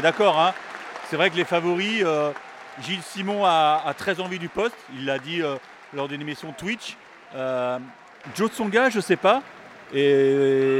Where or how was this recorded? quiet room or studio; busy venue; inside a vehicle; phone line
busy venue